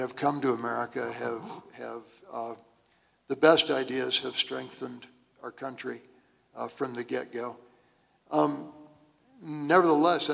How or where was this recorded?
live audience